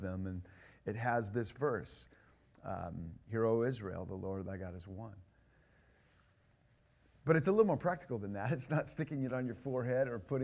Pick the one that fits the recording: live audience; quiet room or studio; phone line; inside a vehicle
live audience